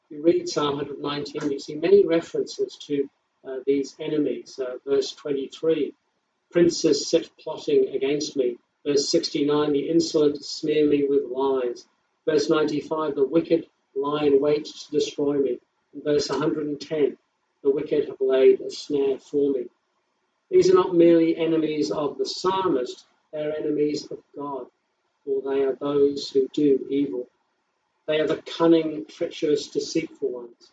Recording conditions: poor sound quality